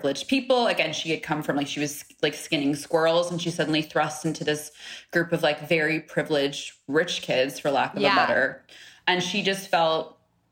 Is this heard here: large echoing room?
no